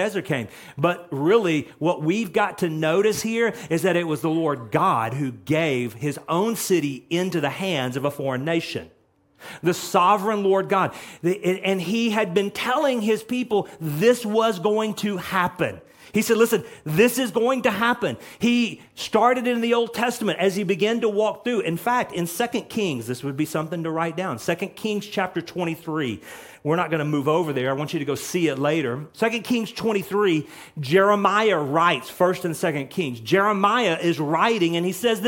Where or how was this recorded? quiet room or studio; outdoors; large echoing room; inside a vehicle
large echoing room